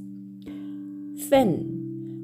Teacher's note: 第4声、上から下に急降下する音になります。